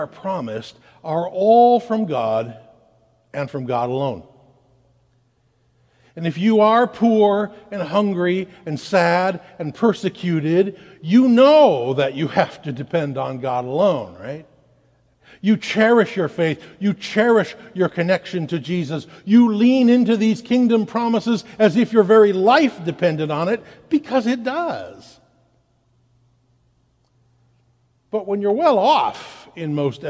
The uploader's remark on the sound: At Central Reformed Church in Grand Rapids, Michigan.